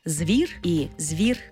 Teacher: Звук «і» пом'якшує попередній приголосний «в». В такому разі у нас може бути варіантна вимова слова «звір», де «з» твердий, звір.